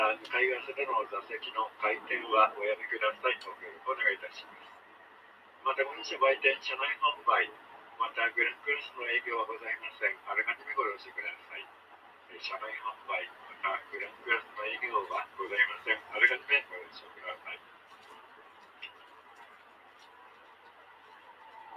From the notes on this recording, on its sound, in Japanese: はやぶさ７号新青森行き（臨時ダイヤ）より東京～大宮。スタートのはやぶさ７号での音を収録したものをバックに、今回の旅についての話をしています。